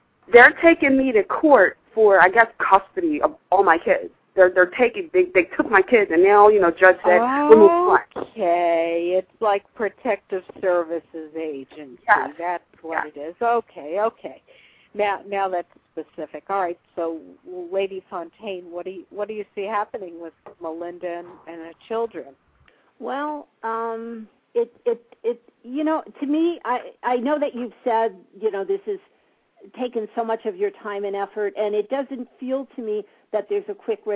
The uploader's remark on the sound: live call-in radio talk show